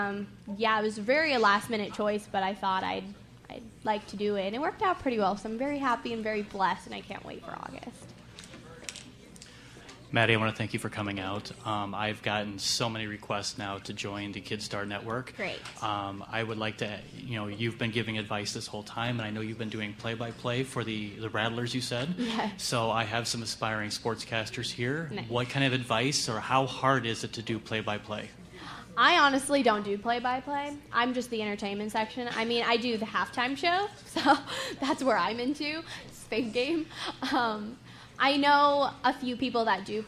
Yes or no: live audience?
yes